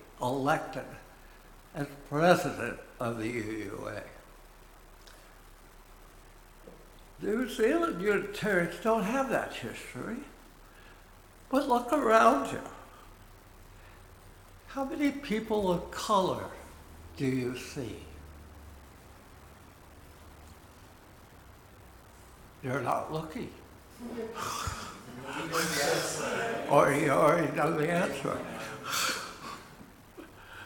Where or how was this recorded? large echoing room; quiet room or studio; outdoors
large echoing room